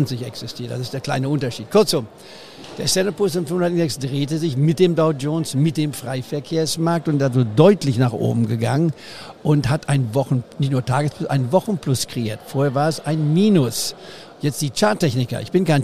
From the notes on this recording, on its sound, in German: Live auf dem Börsentag Hamburg. Fand in Hamburg der Börsentag statt.